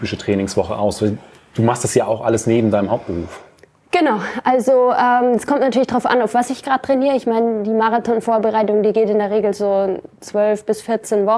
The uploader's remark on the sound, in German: Sprechen wir live aus dem Laufshop Leder in Frankfurt am Main. Das Livepublikum im Laufshop Leder in Frankfurt.